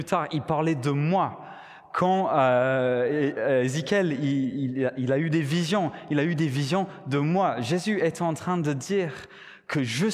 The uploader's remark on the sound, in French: Enregistré à l'église CVV